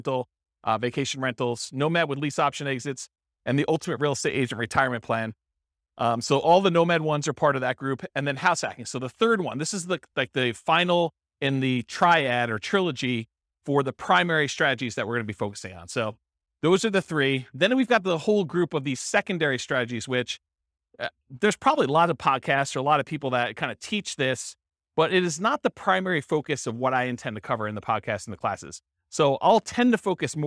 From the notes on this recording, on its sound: This was a live class recorded